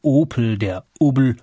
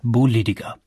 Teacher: Das P zum B zu machen, haben alle Franken gemeinsam. So wird aus dem Opel der Obel und aus dem Politiker der Bolidiger. · Term: binnendeutsche Konsonantenschwächung